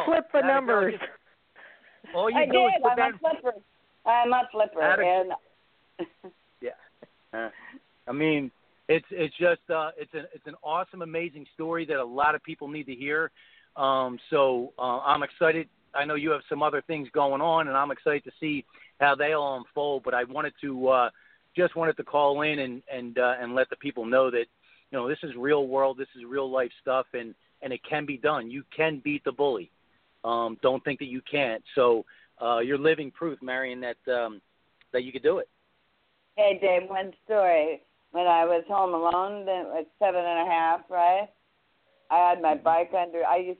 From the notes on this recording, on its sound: THIS IS BOTH AN INTERVIEW AND A CALL IN SHOW